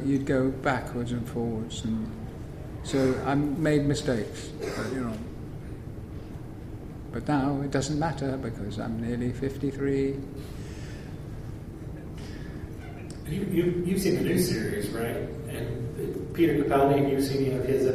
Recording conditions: live audience